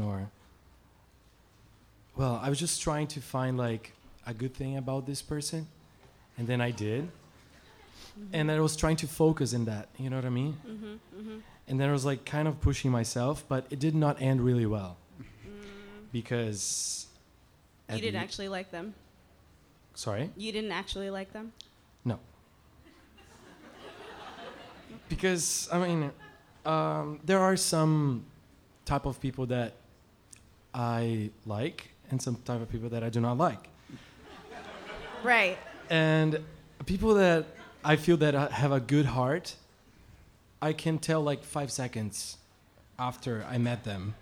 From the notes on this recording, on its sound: here's a bonus full episode from one of our recent favorite live shows